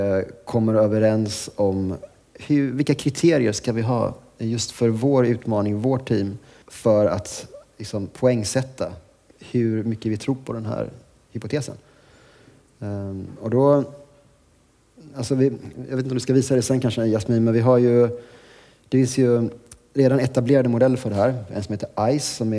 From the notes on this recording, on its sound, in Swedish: Detta är Growthpoddens första live podcast inspelat på konferensen Next Data i Stockholm.